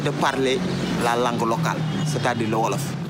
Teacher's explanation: Au Sénégal, on parle français et les Sénégalais ont cet accent quand ils parlent français. Donc cet accent est caractérisé par des voyelles très nasales aussi et des intonations très marquées. Et les R sont souvent roulés. · Term: l'accent sénégalais